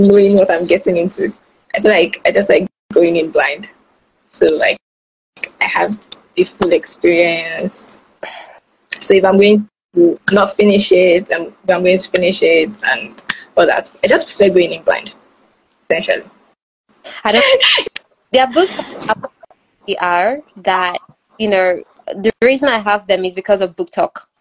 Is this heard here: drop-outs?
yes